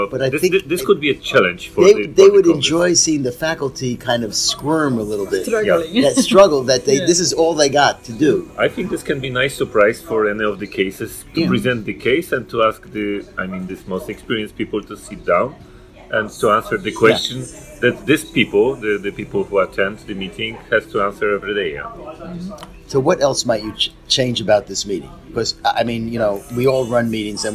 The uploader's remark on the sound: Recorded from the 9th annual European Venous Forum Hands-On Workshop.